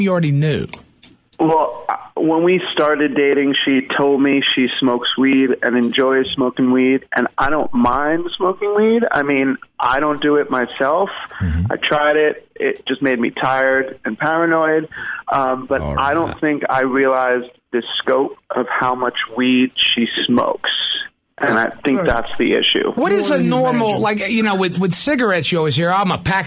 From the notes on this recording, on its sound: OPEN PHONES